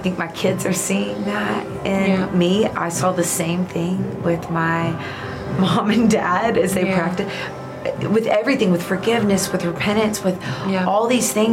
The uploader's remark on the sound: Live from the 2023 Child Discipleship Forum